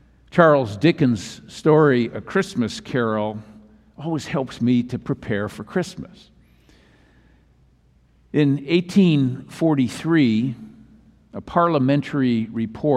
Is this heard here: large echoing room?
yes